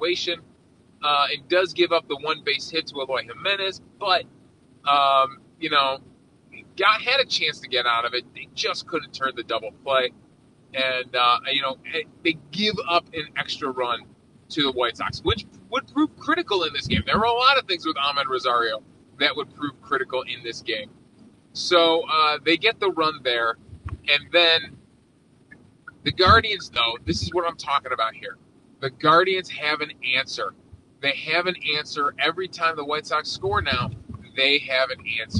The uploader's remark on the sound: We're unfortunately recording while driving to the airport so apologies for the poor audio quality.